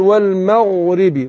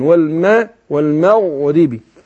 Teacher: أرقق الميم وروح مفخم الغين · Term: الغين هنا في المغرب مفخمة